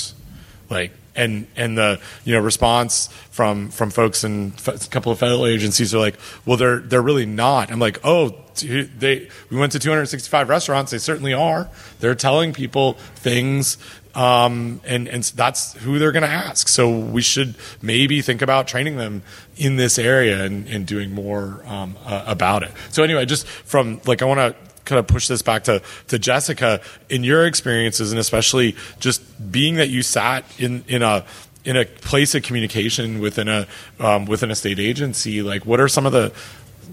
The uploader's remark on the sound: Live from AFDO